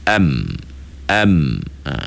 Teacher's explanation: Yang suara keluar tu bukan ikut mulut tu, itu ikut hidung. Tak percaya tuan-tuan sebut am, tutup hidung, mati suara kita kan, sebab suara keluar ke hidung. · Tak percaya tuan-tuan sebut am, tutup hidung, mati suara kita kan, sebab suara keluar ke hidung. Jadi maknanya tawasud di situ pertengahan dengan maksud suara mulut dah tertahan, tinggal suara hidung je lagi.